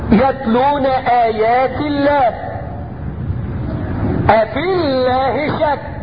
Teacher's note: ترقق اللام من لفظ الجلالة اذا وقعت بعد كسر · Term: ترقيق ايه لام لفظ الجلالة